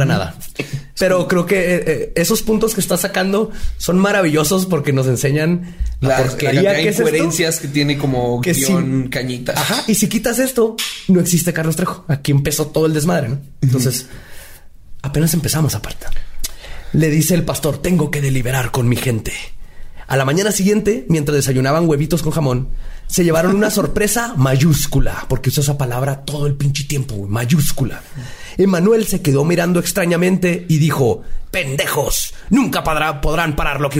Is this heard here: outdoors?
no